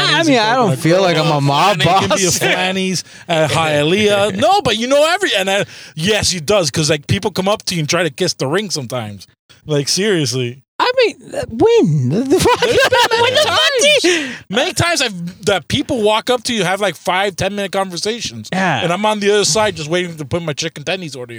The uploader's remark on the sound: On this episode, we are in the car